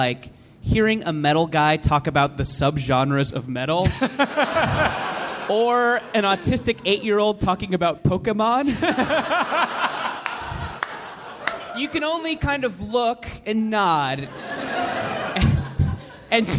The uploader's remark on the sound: Recorded live at the San Francisco Comedy and Burrito festival.